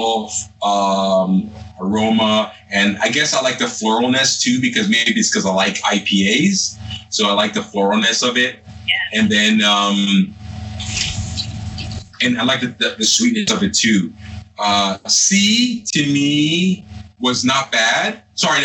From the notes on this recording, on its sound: My friends and I set up a Skype call to blind taste test four bourbons! The audio quality is not the best.